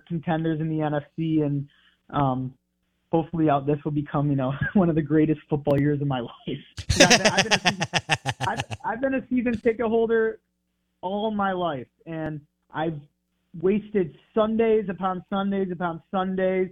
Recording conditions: phone line